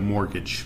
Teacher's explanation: M-O-R-T-G-A-G-E, right? But we pretty much don't even pronounce the T